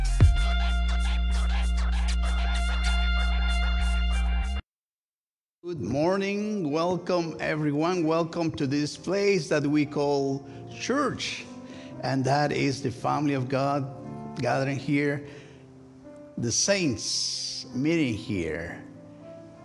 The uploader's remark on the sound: A special recorded live service. First United Methodist Church of Pacoima. We are located at 12550 Van Nuys Blvd.